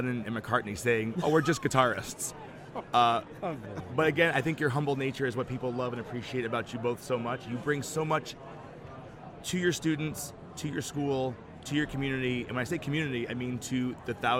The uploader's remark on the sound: Live from SHAPE Nashville Day 2!